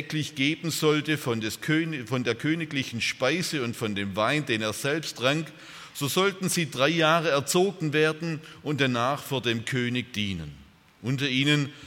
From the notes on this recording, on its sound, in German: Aus dem Gottesdienst der Liebenzeller Mission.